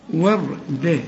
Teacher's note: الراء ما دام ساكنه وقبلها مفتوح فبنفخمها